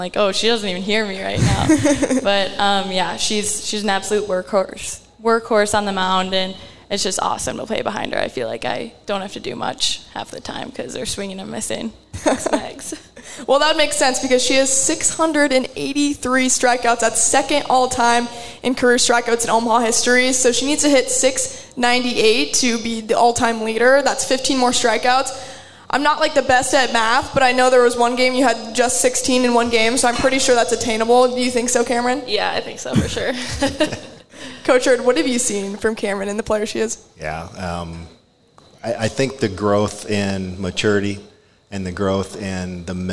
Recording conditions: live audience